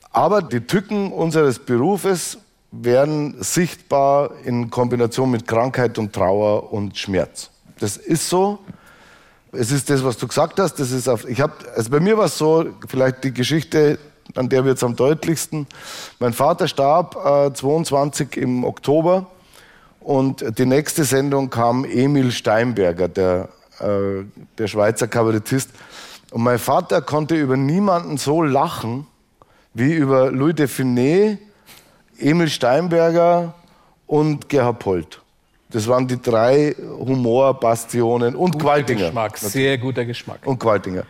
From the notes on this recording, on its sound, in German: vor Straubinger Live-Publikum im Rahmen der "Blauen Couch on Tour"